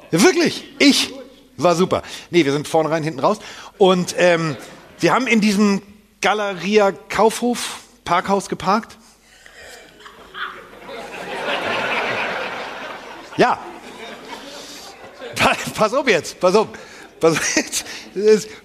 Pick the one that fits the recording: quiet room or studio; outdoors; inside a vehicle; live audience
live audience